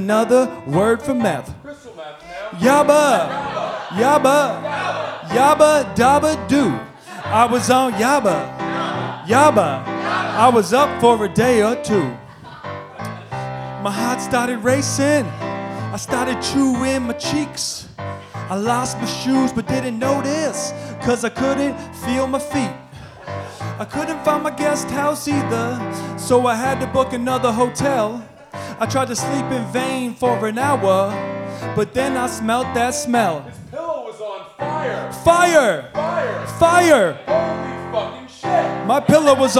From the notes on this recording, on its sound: Are live from Stand Up NY Comedy Club in Manhattan. This action-packed live show.